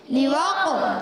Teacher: قاف میں قلقلہ بھی ہوگا، قاف رف مستعلیہ میں سے موٹا بھی ادا کریں گے